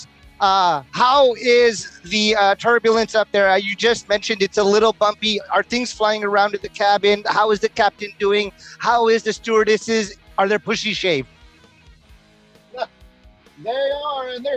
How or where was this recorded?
inside a vehicle